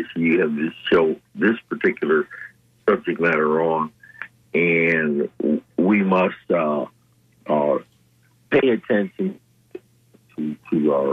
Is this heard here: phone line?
yes